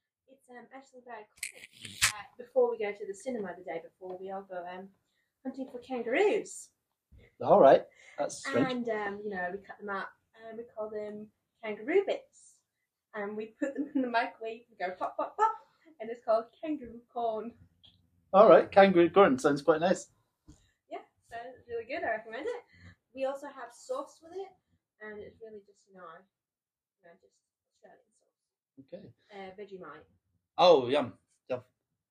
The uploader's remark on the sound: sorry about the Audio quality